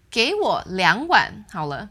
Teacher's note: I'm kind of separating the units because to me 两碗 stands together and then 好了.